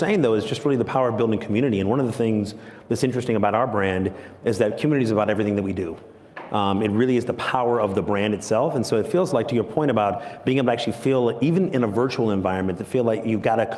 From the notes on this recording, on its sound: Recorded at AWNewYork 2021